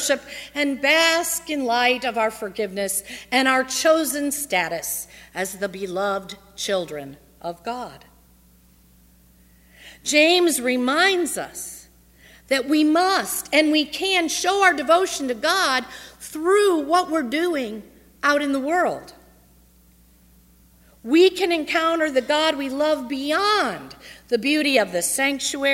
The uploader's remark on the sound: on Sunday, August 30, 2015, at First Presbyterian Church of Arlington Heights, Illinois.